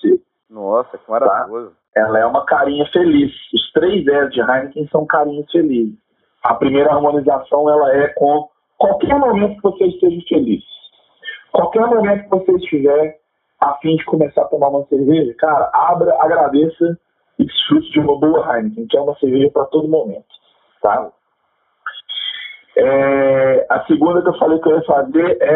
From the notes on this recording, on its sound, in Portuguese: Não se assuste com o áudio, ele melhora consideravelmente a partir do segundo episódio!